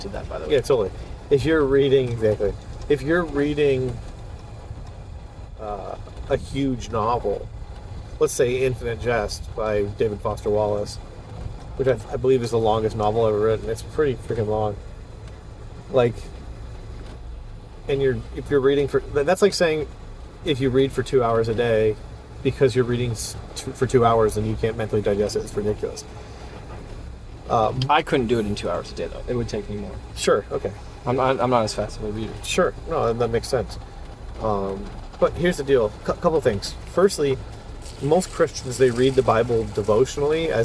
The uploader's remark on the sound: With nowhere to record due to a flood in the Clubhouse, the boys hit the golf course for the first episode of the year